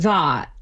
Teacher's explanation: saying the vowel a, like in that, more backed